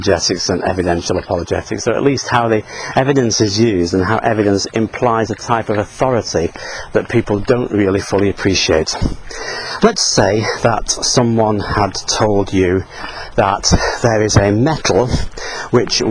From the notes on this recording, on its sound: while out walking his dog